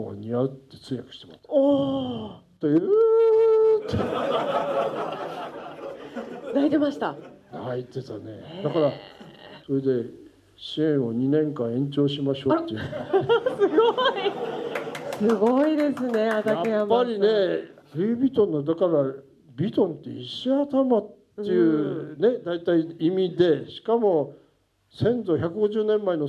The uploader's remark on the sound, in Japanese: 宮城県気仙沼市のNPO法人『森は海の恋人』のトークイベントの模様をお届けします。